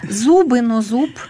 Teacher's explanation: Это значит, что любой звонкий согласный «аг», именно таков, на конце слова всегда будет оглушаться · Term: закон конца слова